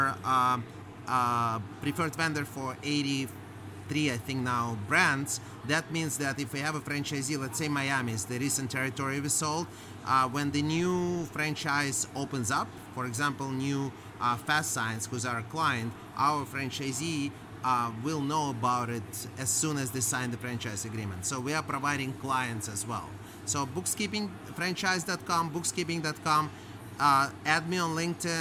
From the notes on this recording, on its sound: Recorded LIVE in the Podcast Zone at The International Franchise Expo 2023 in New York.